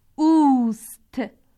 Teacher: أحبتنا المستمعين، علينا أن نلاحظ أن الهمزة التي تبدأ بها صيغة المفرد الغائب للفعل المساعد في اللغة الفارسية أي أست. أست هي همزة وصل، لذلك فإنها تسقط من التلفظ وتلفظ مع ما قبلها وكأنها كلمة واحدة